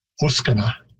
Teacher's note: that first vowel, we spell it in Cree with an O, but that's more of an O, like the sound in book. And that, especially at the beginning of words, varies between O and W and W.